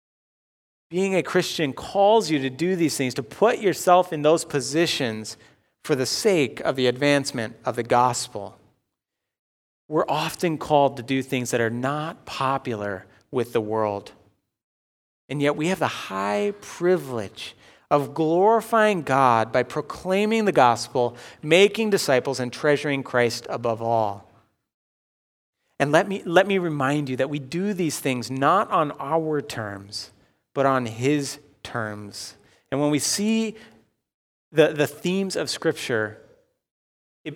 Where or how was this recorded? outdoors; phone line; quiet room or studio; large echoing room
large echoing room